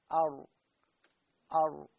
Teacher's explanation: تعلمون أنه الراء اللي هو مخرجة قرب النون وقرب اللام، عندما أقول أر هذه الراء اللي هي يكون طرف اللسان يذهب إلى قريب لثة الأسنان العليا